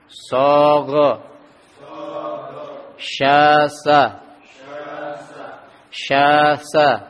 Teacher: shad yang diakhiri dengan alif di situ, maka di situ harus dipanjangkan dua harokat karena ada alif yang disukun di situ